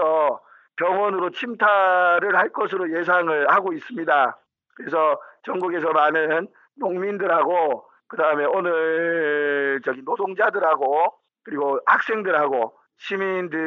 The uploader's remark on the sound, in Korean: 전화인터뷰. 그의 목소리를 통해 현장의 인터뷰를 전해드립니다.